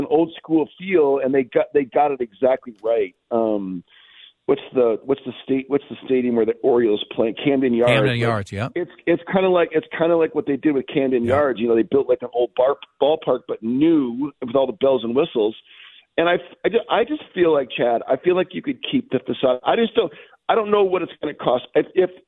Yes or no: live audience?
no